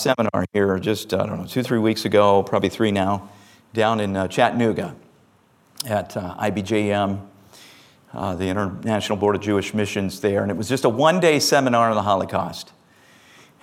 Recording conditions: large echoing room